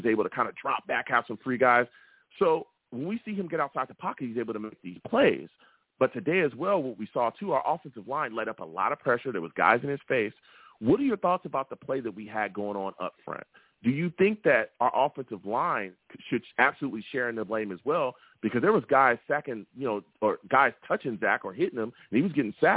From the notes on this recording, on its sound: Live immediately after the Jets game against the Lions, I sat down and discussed the game! I take live callers!